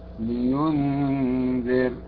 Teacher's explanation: إذا كانت الراء ساكنة سكونا عارضا لأجل الوقف، وقبلها مكسور مثل لينذر، هنا أيضا ترقق الراء